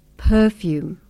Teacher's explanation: Perfume has two syllables, per-fume, and the first syllable is stressed